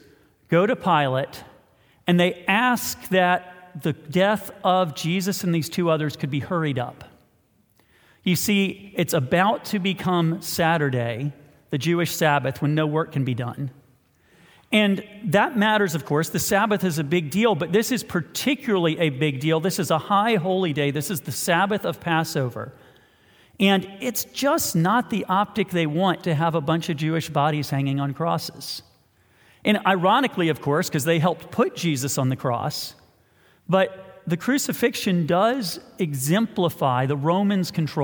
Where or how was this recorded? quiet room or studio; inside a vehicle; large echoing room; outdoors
large echoing room